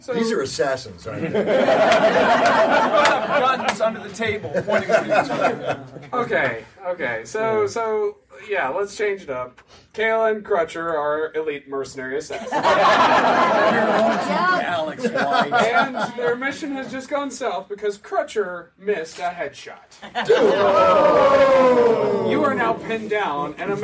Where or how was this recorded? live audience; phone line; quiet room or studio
live audience